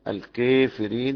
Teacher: ابو عمرو دور الكسائي ورويس والصوري بخلفه الكافرين بالاماله